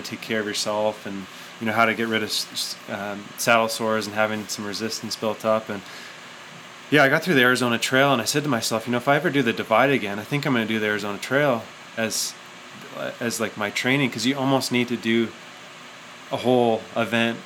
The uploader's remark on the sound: at the Calgary Bike Show